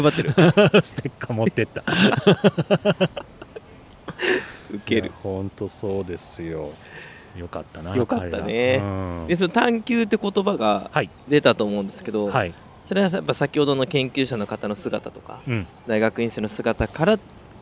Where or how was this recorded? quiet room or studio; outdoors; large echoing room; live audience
outdoors